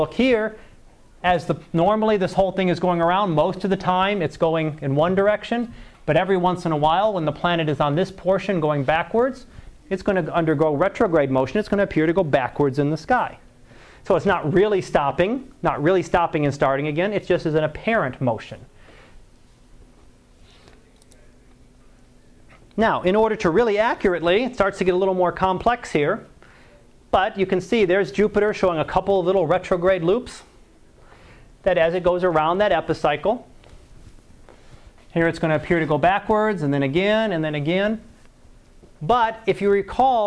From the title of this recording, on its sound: Live Class Lecture